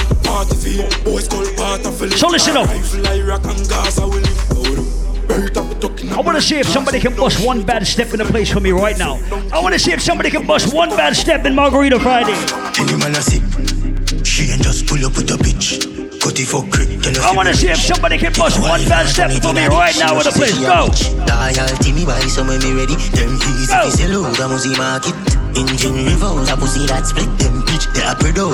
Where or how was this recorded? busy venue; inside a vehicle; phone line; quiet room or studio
busy venue